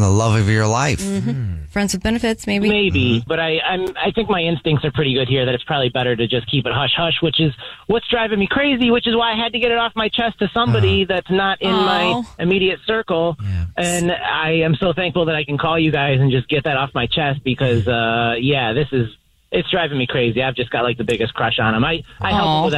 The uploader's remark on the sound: The guy on the phone